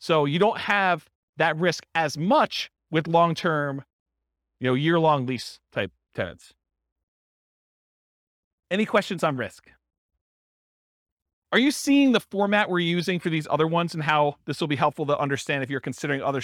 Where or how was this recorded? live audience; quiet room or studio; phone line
live audience